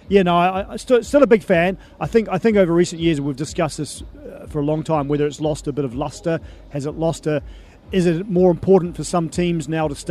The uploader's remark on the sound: From the rooftop garden of Barasti